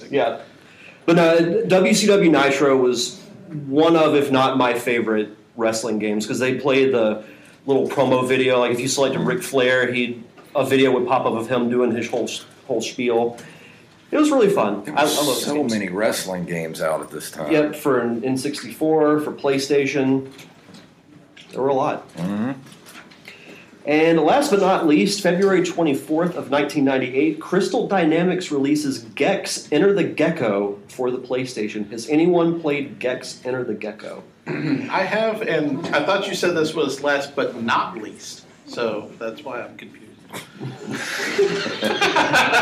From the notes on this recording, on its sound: It's our Panel from Pensacon 2023!